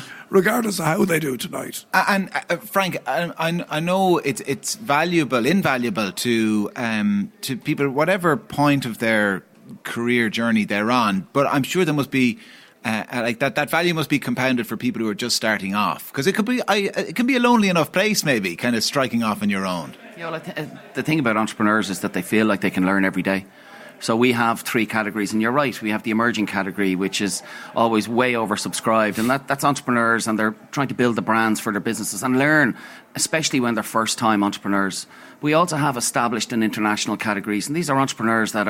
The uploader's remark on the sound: The Hard Shoulder was live from the EY Entrepreneur of the Year Awards 2022 at the Powerscourt Hotel.